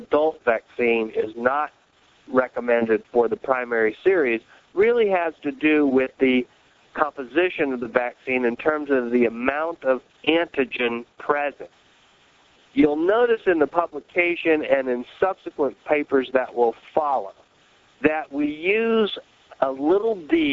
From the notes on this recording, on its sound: July 2005 Author in the Room® Teleconference